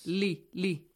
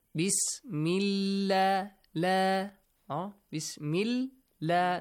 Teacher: if there is a kasra sound before the word Allah, or Allahumma, it will be pronounced lightly